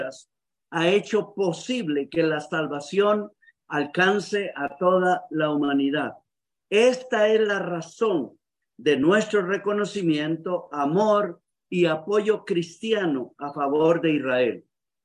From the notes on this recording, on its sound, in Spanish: Éste episodio es la grabación del webinario zoom que contiene porciones en inglés y que originalmente fueron traducidas en vivo simultáneamente. La traducción no aparece en este episodio.